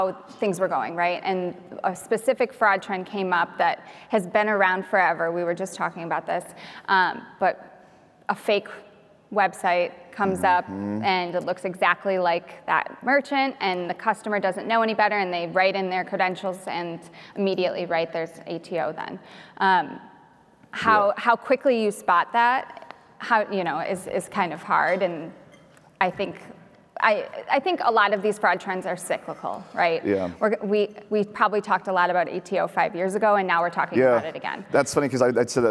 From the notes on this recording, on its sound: LIVE Interview. From the PaymentsEd main stage! I was invited to do a live taping of my show at PaymentsEd San Diego from the main stage!